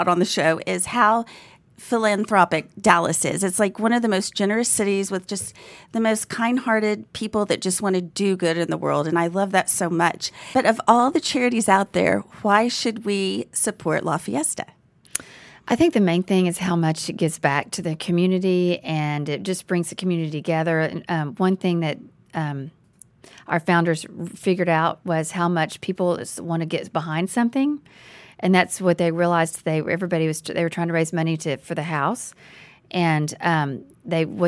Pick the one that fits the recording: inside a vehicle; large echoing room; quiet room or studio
quiet room or studio